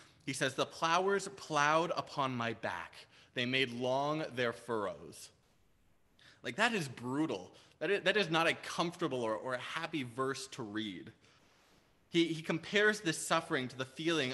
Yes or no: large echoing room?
yes